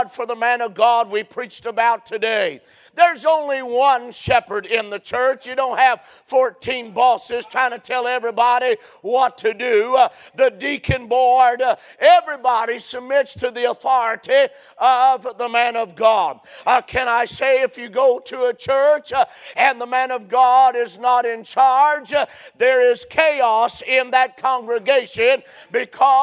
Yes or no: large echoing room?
yes